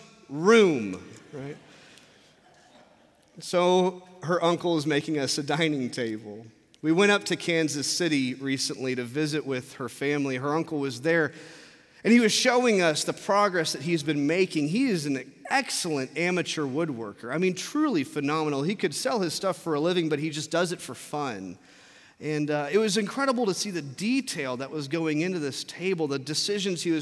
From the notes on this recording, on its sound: From our Traditional service in the Sanctuary.